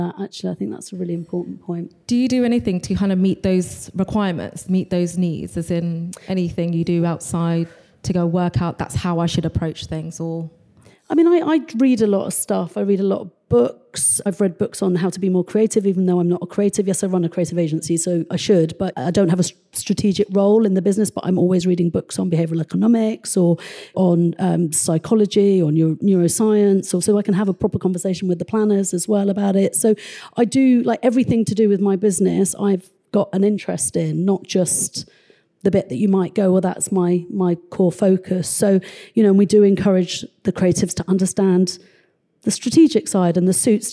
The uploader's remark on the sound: This is a special edition episode recorded live at Soho House.